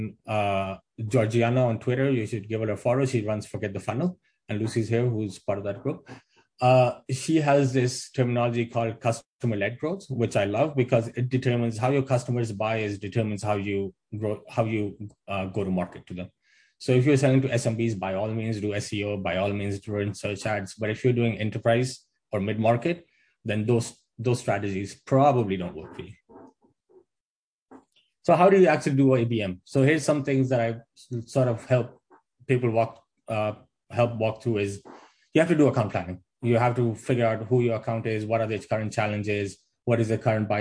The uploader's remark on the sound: Fullfunnel.io B2B Marketing Summit Audio. Here is the audio with his webinar.